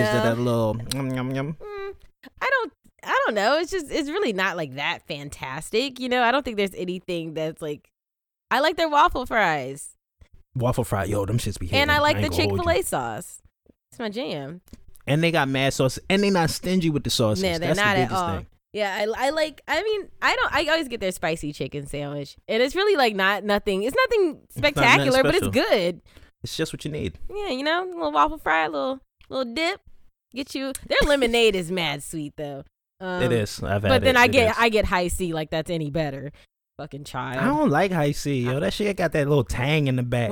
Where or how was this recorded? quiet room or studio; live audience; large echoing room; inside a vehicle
quiet room or studio